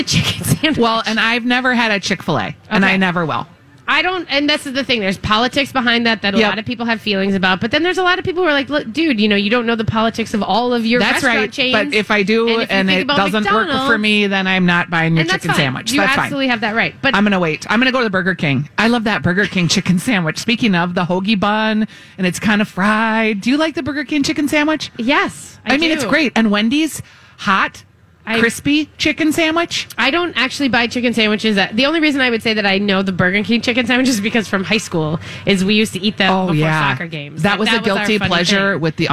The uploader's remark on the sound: Live at the MN State Fair. State Fair Saturday.